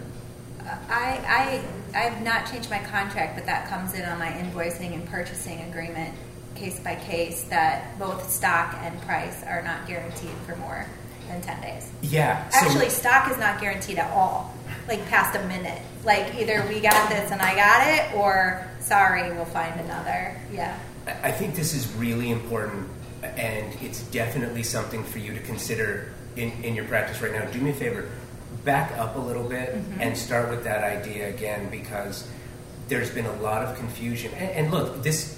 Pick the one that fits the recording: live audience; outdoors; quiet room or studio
live audience